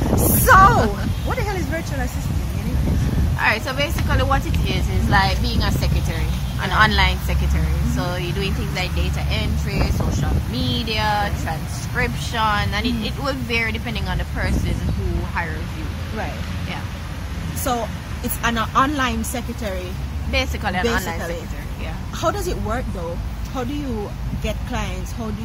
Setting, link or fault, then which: setting, outdoors